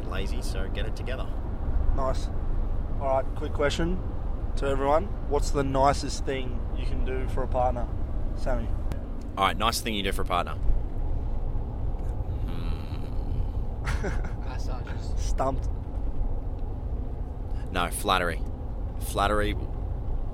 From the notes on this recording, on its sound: please excuse the background noise and odd jolt of the car